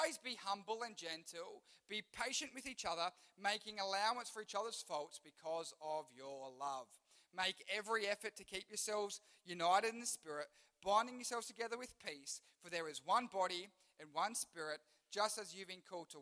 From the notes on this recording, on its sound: Recorded live at One Youth (One Heart Church, Port Lincoln) on the 26th of March, 2023.